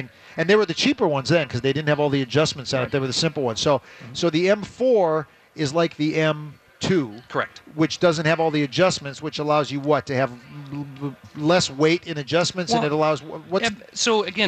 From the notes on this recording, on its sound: live from the Venture Bank Minnesota Golf Show